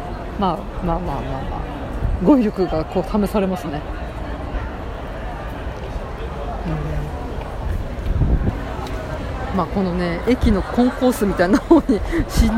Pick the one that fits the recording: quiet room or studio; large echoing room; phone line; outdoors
outdoors